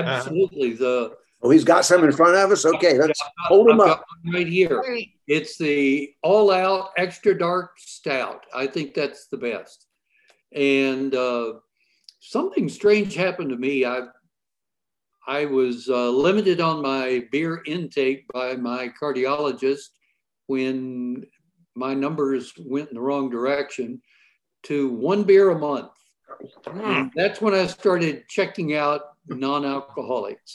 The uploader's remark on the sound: episode recorded via Zoom